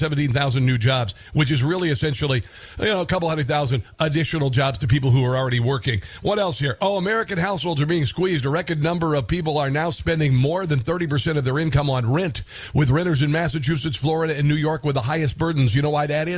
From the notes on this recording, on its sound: Listeners call in Live to voice their opinions on the show.